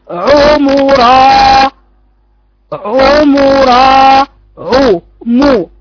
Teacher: الصحيح إن عندك مخرجين عين وميم العين زي ما قلت لكم ورا والميم في الشفايف